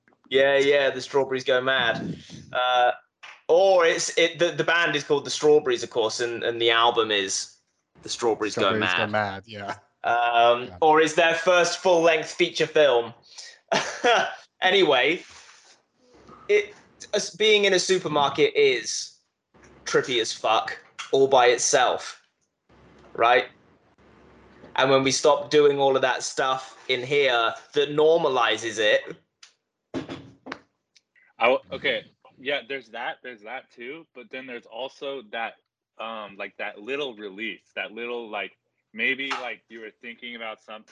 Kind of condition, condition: link, video call